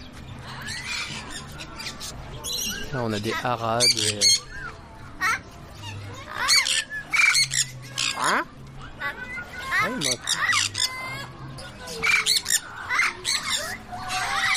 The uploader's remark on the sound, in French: Reportage DEPUIS le Jardin d'Acclimatation, découverte du parc DANS Paris !